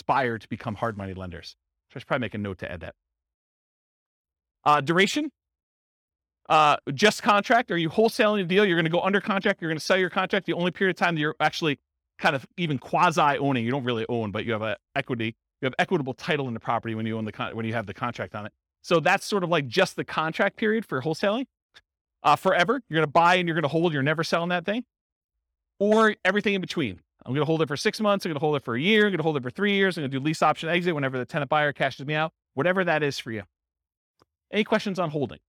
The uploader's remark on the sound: This was a live class recorded. Akron, Ohio.